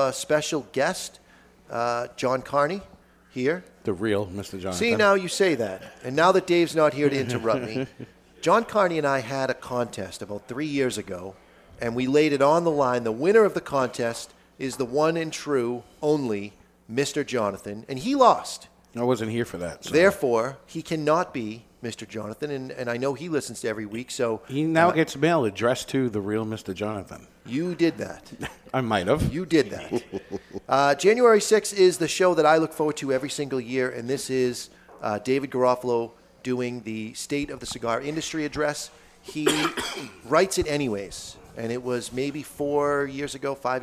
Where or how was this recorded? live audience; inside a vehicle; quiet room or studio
live audience